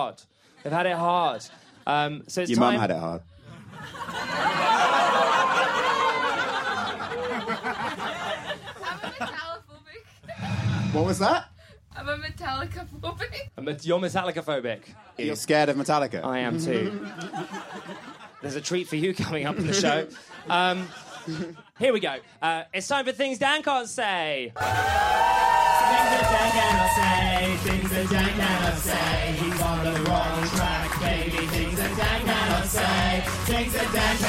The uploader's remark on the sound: Live from the Edinburgh Fringe Festival 2019